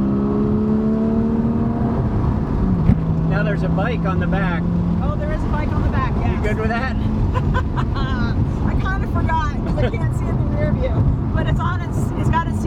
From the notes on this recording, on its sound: She took me on a ride in her 2016 Porsche Carrera for a 30 minute interview during the 2019 Trek CX Cup - the audio isn't always studio perfect, but it sure is fun